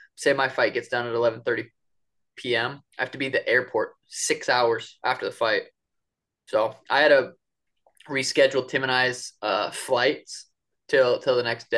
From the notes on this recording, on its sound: This is our first zoom episode! Sorry for any issues.